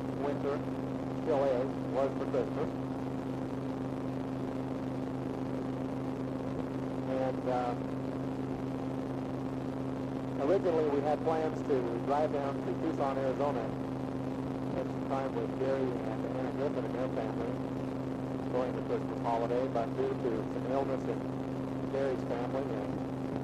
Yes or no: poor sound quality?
yes